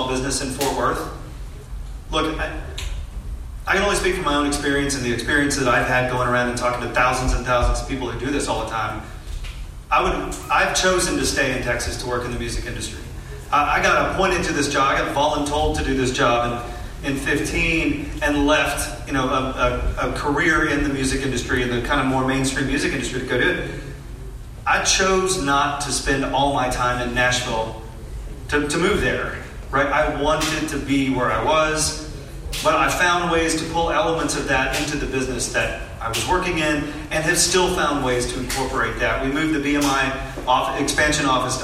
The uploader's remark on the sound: Hear Fort Worth Town Hall. It was a very well-attended event, and it was great seeing so many people come together and actually care about what is going on in our scene. This is audio of almost the entire event, we left midway through the Q&A due to previous commitments.